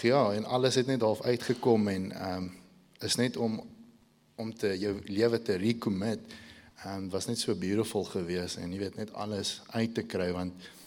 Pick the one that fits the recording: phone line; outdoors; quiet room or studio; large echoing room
large echoing room